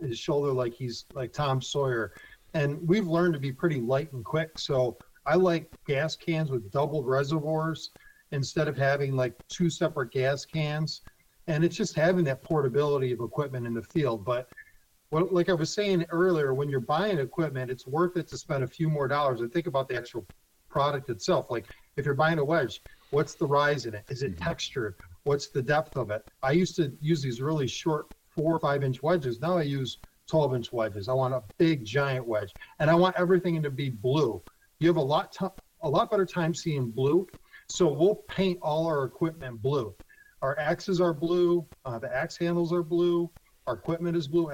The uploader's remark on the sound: hops on the phone